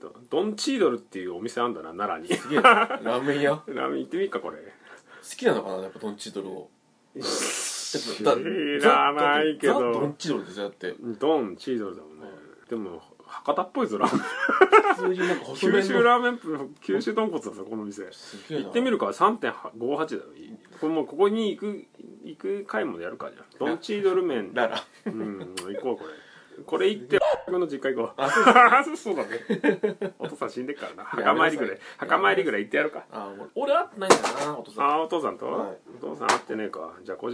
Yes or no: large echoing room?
no